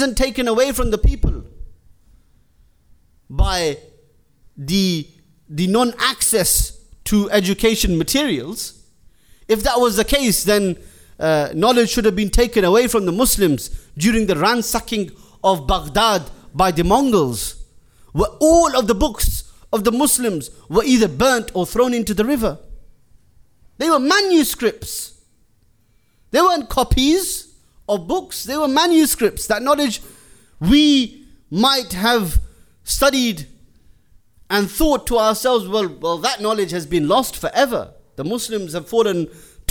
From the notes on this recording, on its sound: Jummah lecture